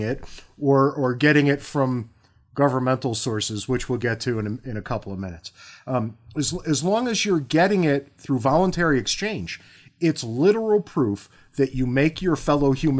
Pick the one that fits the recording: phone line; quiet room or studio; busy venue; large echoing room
quiet room or studio